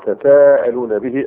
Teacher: التاء أدغمت في السين لتقارب التاء والسين في الهمس